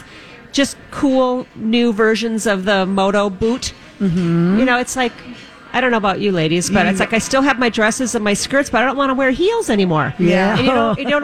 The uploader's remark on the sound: Live at the General Store of Minnetonka